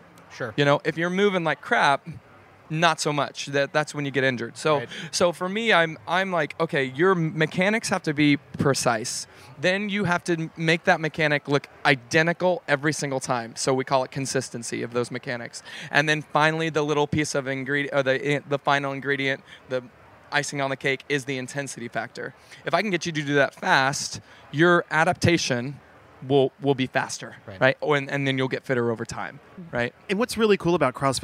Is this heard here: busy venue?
yes